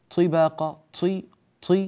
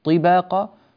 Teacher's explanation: في قول الله تبارك وتعالى الآية في الخامسة عشرة ألم تروا كيف خلق الله سبع سماوات طباقا، طي عادة يكون هناك خطأ في نطق هذه الطاء فتصير إما أنها طاء مهموسة طباقا طي طي، هذا الصوت الهواء المصاحب لحرف الطاء لا يصح ولا يجوز · Shown in: first take · وبعضهم ينطقها فلا يكسرها كسرا كاملا ولا كسرا جيدا فيقول طي طباقا طباقا، هذا غير صحيح.